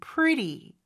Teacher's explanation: 일반적으로는 요 T 발음은 모음 소리 사이에 껴서 real처럼 pretty 이렇게 발음이 됩니다